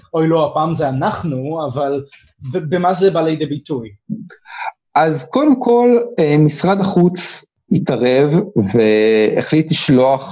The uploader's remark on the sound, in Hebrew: הרמת הקלטה דרך זום